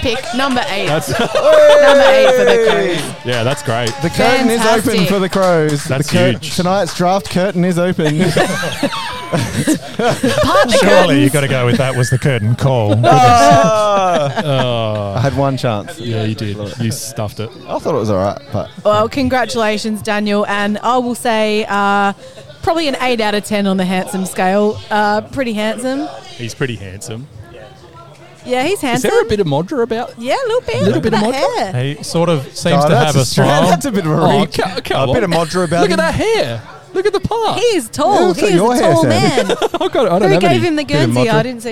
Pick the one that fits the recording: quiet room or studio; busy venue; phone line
busy venue